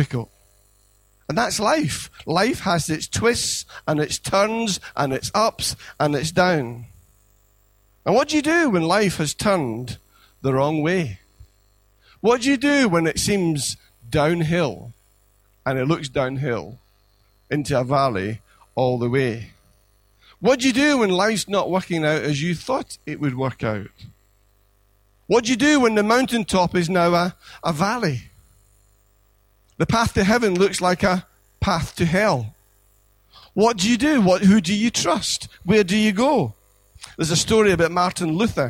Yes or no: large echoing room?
yes